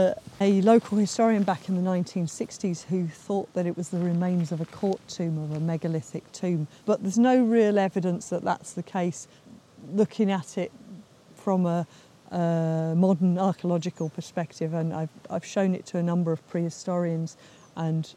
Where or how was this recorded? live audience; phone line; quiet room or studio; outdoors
outdoors